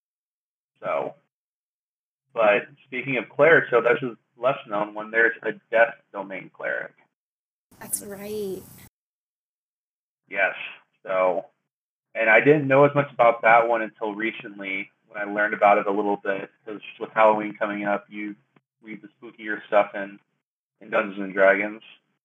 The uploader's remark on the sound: Due to technical difficulties, our software utilized the incorrect microphone somehow during recording. While some of the audio is less then our usual quality.